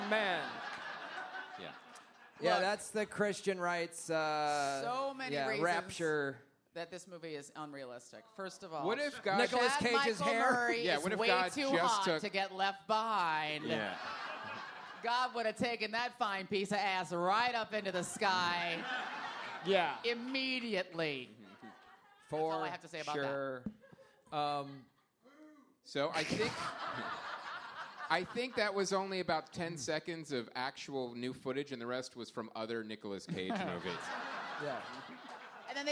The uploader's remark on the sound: Live from LA Podfest 2014!